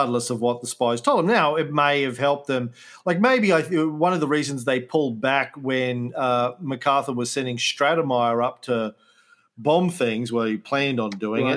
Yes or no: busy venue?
no